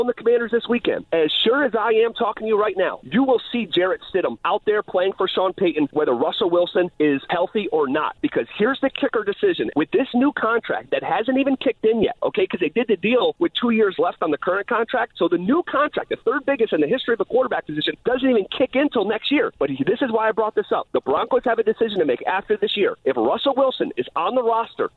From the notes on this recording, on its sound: open the phone lines